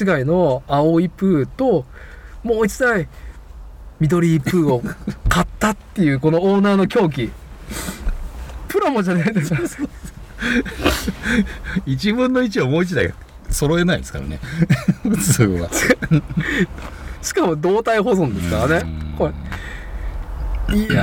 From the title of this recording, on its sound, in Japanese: 屋外収録